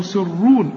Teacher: والراء مدام مضمومة فخمها